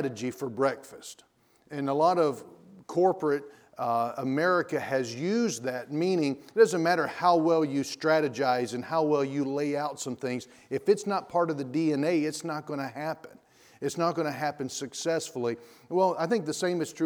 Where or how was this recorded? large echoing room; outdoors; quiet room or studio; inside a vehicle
large echoing room